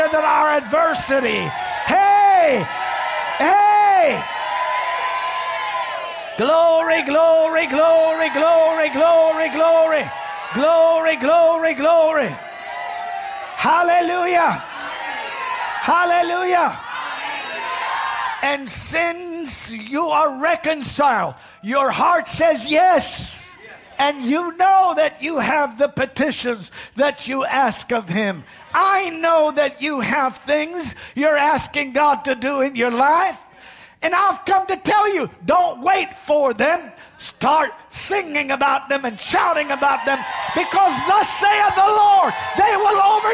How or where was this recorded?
large echoing room